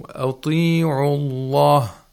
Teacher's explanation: And another point is the ta. Ta, whenever it has the kasra or ya'ul mad, has to be pronounced with the lowest level of tafkhim.